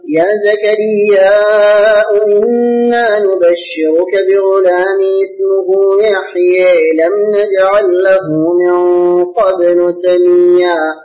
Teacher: أقرأ لأبي عمرو بتقليل لفظ يحيى